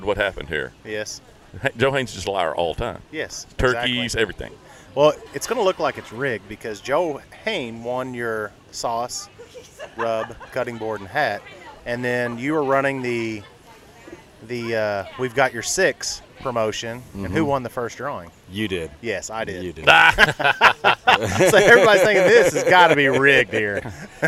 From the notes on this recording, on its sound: shooting on location from The Break's annual Sponsor Appreciation Event.